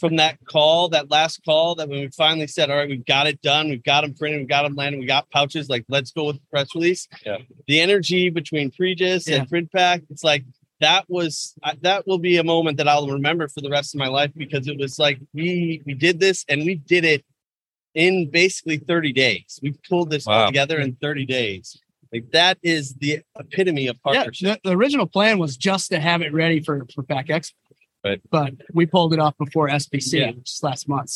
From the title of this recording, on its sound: Live from Pack Expo